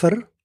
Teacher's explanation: Het wat ons noem die postvokaliese r-weglating